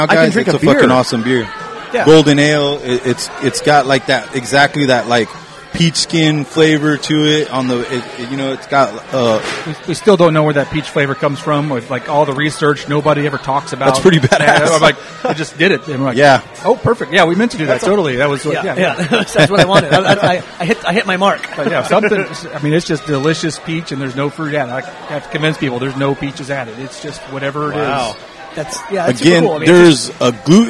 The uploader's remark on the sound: live from Martin City Brewing!